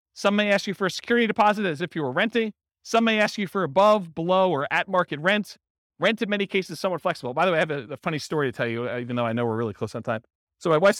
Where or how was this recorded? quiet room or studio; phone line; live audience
live audience